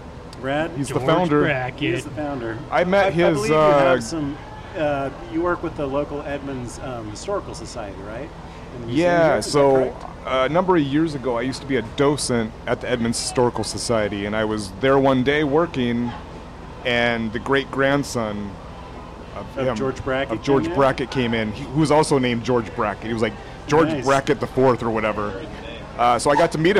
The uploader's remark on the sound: Engel's Pub in Edmonds. Recorded live at Engel's Pub - just down the street from Moto.